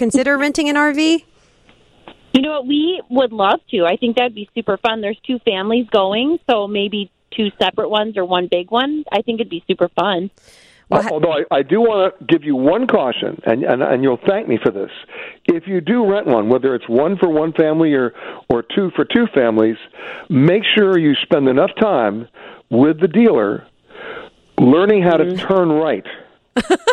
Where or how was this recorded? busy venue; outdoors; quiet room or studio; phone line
phone line